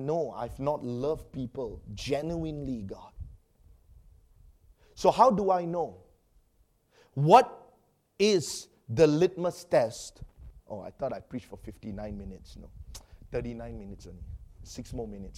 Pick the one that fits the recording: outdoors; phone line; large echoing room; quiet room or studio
large echoing room